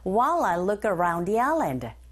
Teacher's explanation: 그래서 덩어리 chunk로 연결돼서 소리가 들려집니다. While I look around에서도 look의 크 자음 around의 모음 연음 현상 일어나죠.